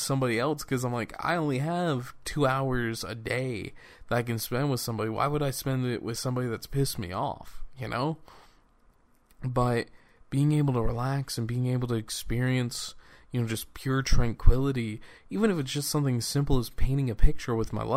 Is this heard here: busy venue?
no